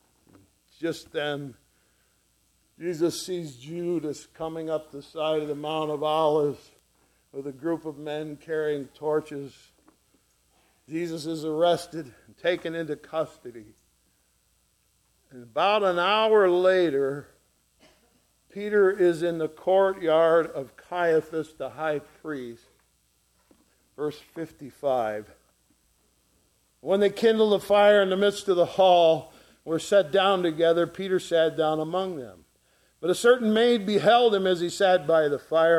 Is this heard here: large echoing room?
yes